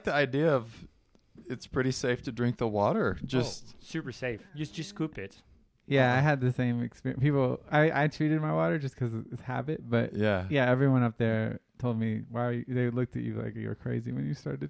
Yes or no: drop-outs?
no